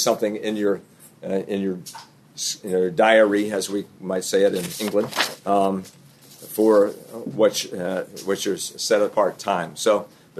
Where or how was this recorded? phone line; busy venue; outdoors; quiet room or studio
busy venue